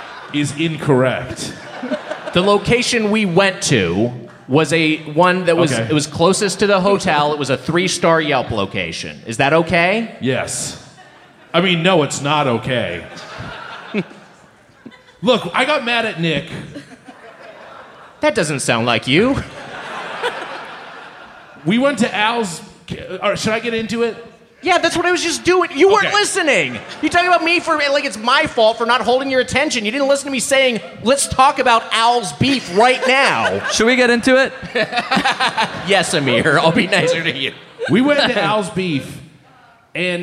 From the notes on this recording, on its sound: Recorded live as part of Headgum Live In Chicago at Thalia Hall, on June 14th, 2019.